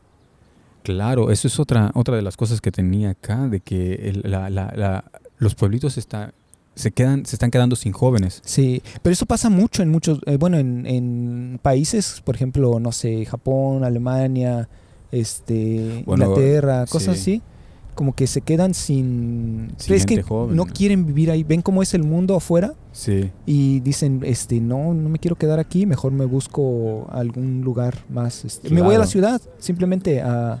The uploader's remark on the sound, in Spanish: Este episodio lo grabamos al aire libre, en el centro de Berlín frente a las oficinas del nuevo canciller Olaf Scholz, así que una disculpa por el ruido del fondo.